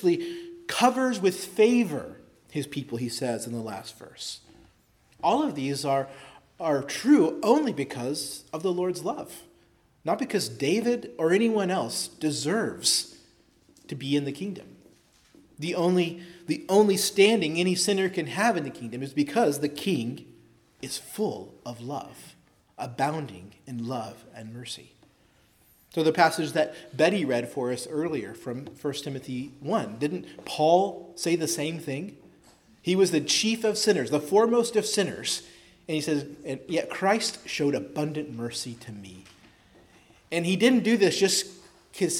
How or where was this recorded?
large echoing room